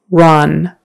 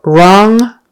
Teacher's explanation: Tongue forward for the N in Ron, and tongue back for the NG in wrong.